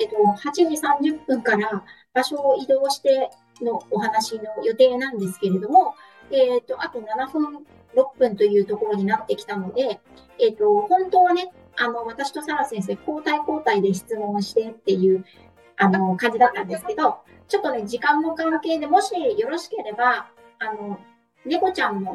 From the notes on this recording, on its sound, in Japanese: 音質注意。インスタコラボライブにて。音声が途切れがちだったり、 くぐもったり、 どちらかの音声が大きかったり小さかったりしています。